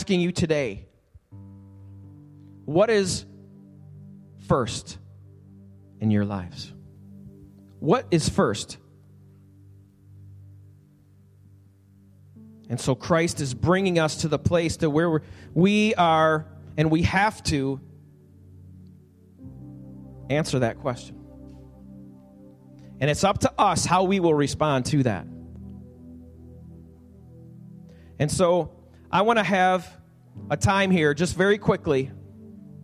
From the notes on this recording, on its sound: Recorded live at the Alabama Full Gospel Fellowship church.